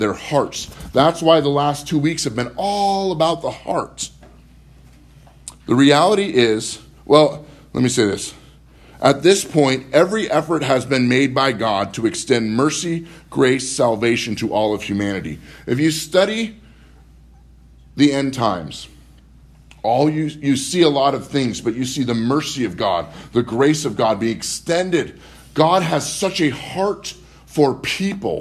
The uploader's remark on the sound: Live from Living Word